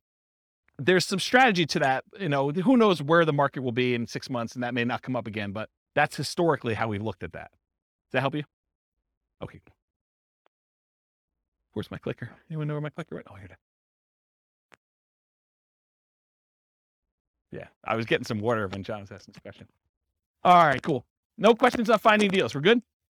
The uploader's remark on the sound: This was a live class recorded.